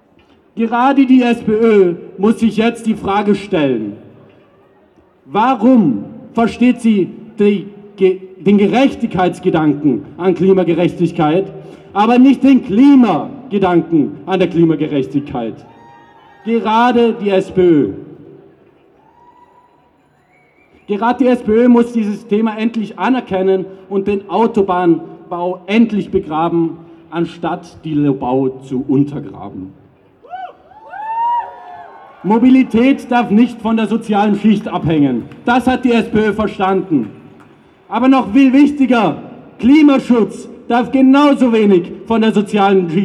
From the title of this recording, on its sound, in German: O-Ton] Großdemo gegen die Lobau-Autobahn am 2. Juli 2021 in Wien